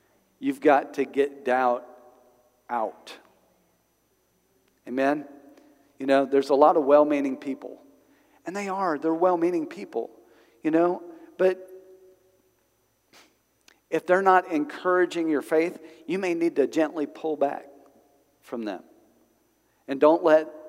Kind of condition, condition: setting, large echoing room